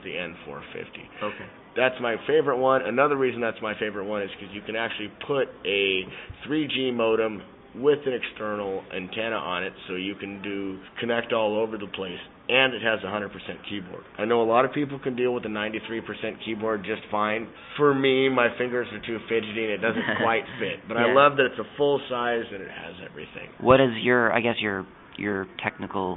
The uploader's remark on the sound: recorded at SELF 2010